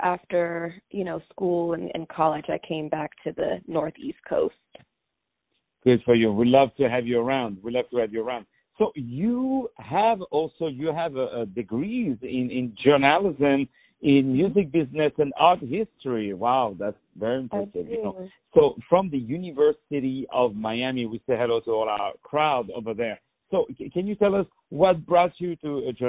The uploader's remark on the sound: On the phone